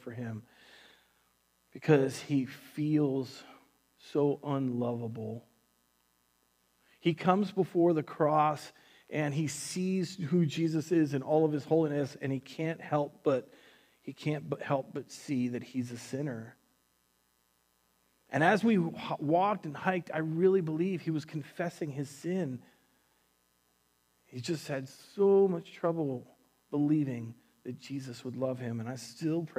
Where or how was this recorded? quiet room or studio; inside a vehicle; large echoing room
large echoing room